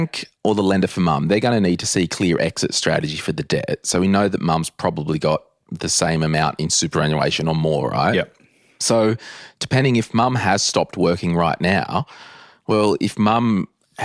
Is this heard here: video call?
no